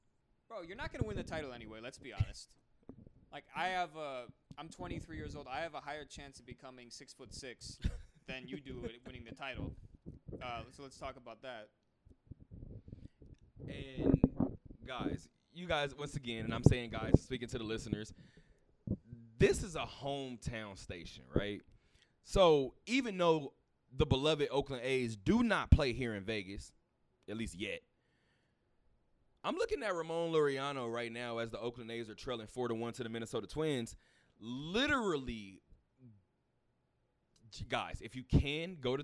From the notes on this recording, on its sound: Talk that Talk Radio Show Live from Westgate.